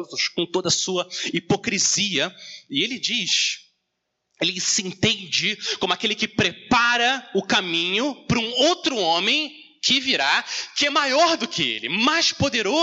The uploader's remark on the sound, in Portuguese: Mensagem gravada na Igreja Batista Jardim Minesota